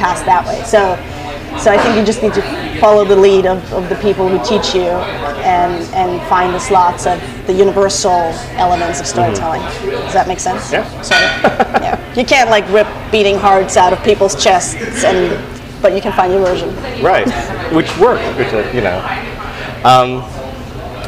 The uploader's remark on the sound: This episode was recorded live